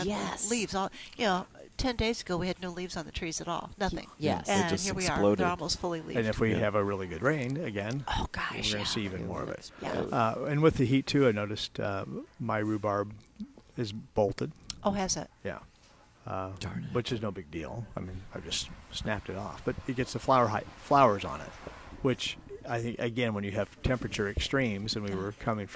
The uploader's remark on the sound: Plant Experts Live at Prairie Gardens. Every Saturday live from Prairie Gardens.